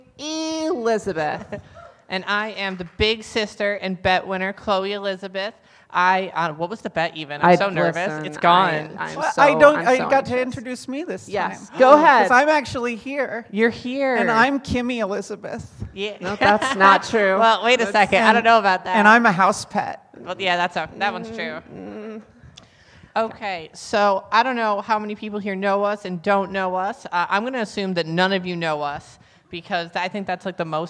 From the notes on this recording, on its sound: A live studio audience at SummerCAP 2022!